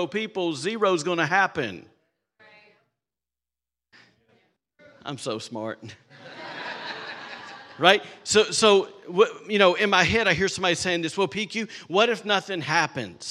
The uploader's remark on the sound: Was recorded on Sunday, June 4th, 2023, during service at The Anchor Church in Rockport, Maine.